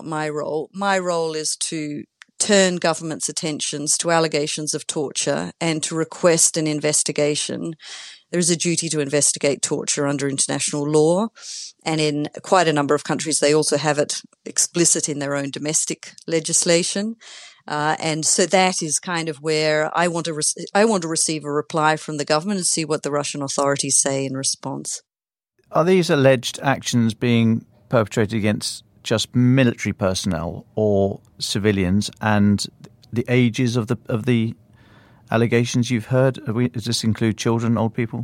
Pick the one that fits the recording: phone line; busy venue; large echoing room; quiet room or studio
quiet room or studio